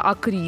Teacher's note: до революции ударение на последний слог падало, да, АКРИ, в этом такая была как, было какое-то французское звучание, да.